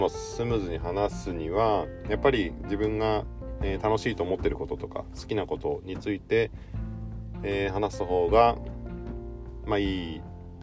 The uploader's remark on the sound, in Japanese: オンボロ軽自動車では騒音が激しい。IPhoneだけの編集でなんとかなるものなのか？とりあえず静かなところで少しだけ。